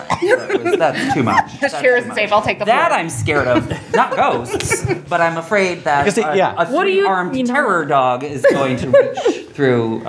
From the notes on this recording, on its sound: LIVE FROM IRONDEQUOIT PUBLIC LIBRARY! For the first time ever, we recorded in front of a live audience!